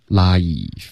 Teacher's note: life 是一个双元音，别发 laugh